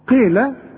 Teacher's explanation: القاف مكسورة، والقاف في اخر درجات التفخيم